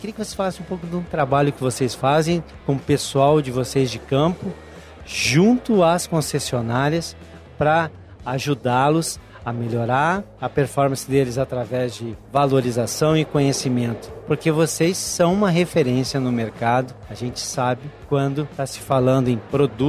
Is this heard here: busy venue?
yes